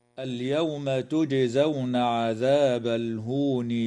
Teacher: الجيم في كلمة تجزون حكمها القلقلة في الحالين